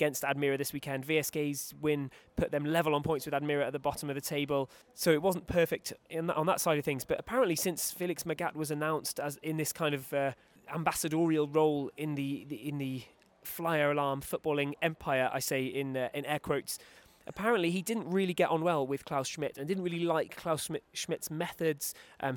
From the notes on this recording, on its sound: Recorded live at First Vienna's Hohe Warte stadium.